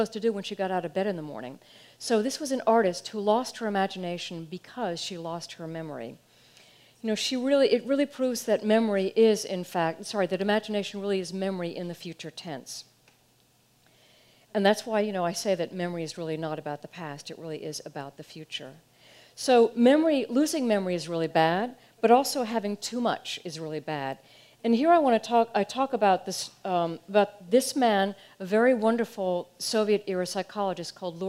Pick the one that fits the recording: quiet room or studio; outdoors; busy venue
busy venue